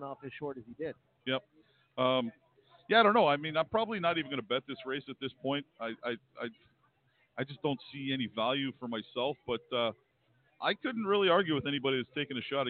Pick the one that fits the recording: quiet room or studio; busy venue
busy venue